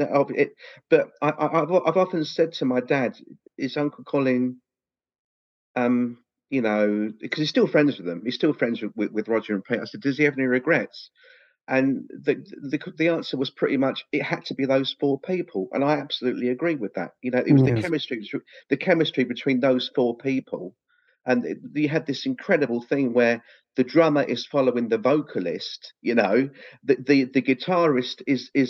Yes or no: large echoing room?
no